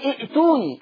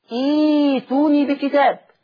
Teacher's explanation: فما اقولش ائتوني، اقول ايتوني. كسرت همزه الوصل، الهمزه اللي بعدها يناسب الكسره ايه؟ الياء · Shown in: second take